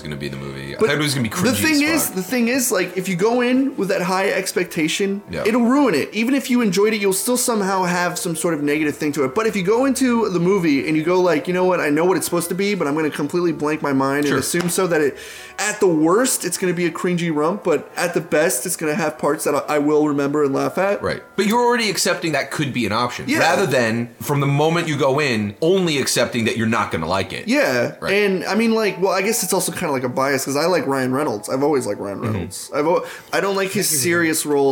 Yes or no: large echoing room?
no